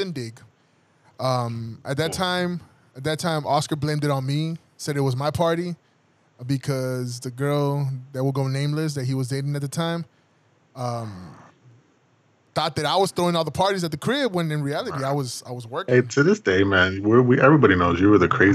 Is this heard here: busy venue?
no